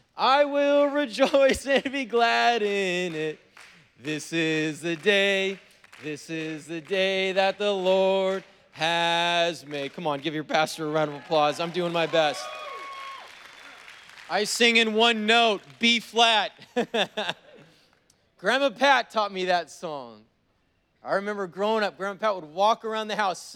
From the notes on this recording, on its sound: was preached on November 7th at the 11:30AM service